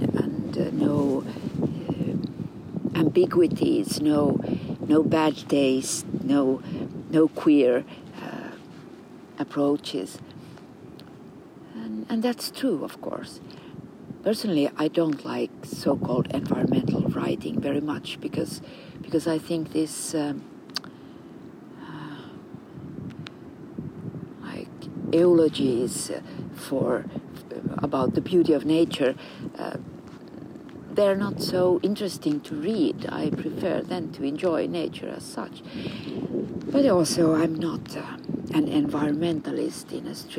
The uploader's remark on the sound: a series of conversations recorded with a pine tree in Kaivopuisto Park in Helsinki